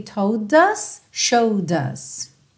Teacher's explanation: Percebe que o D, é tanto do told quanto do showed, junta no us com o próprio som do D